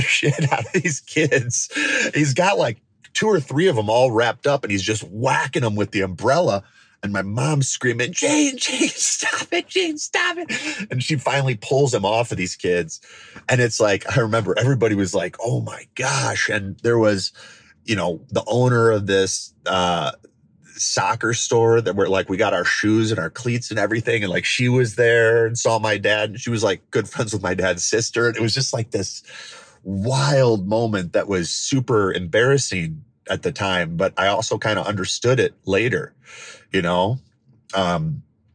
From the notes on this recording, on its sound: I recorded this, sitting in my truck, in the parking lot of the hospital about an hour after my dad passed away.